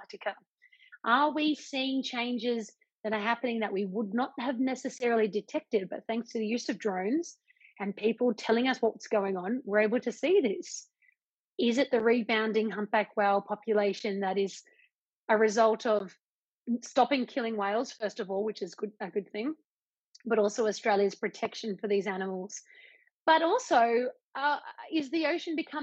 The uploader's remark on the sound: In this podcast recorded live on Instagram